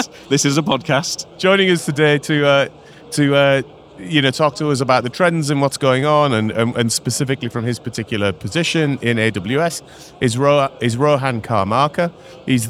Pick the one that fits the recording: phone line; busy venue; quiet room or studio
busy venue